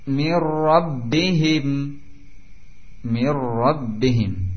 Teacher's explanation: hilangnya huruf nun dan masuk secara sempurna dengan ra karena sifatnya pun hilang. Tentunya tanpa digunahkan, tanpa dibaca dengan panjang. · Term: idgham bi ghairi gunnah